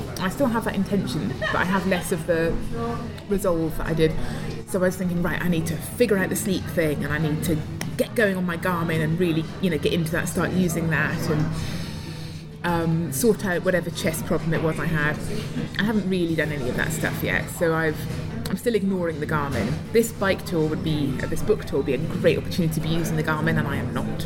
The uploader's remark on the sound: I took her for lunch - excuse the background noise -.